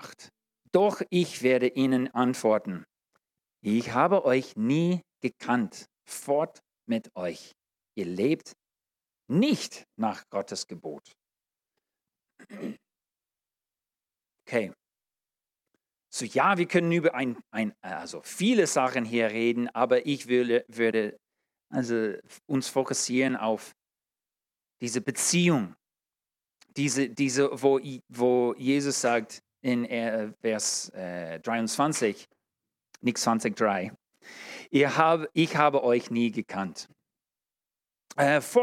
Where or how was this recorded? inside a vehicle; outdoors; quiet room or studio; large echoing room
large echoing room